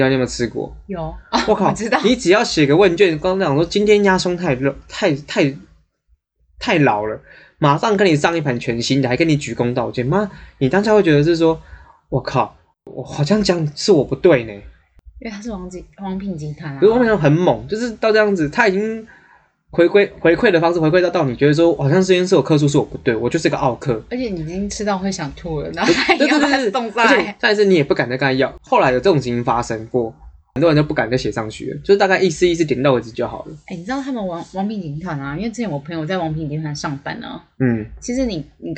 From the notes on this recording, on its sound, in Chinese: 因為第一集又在外地錄音內容有點粗糙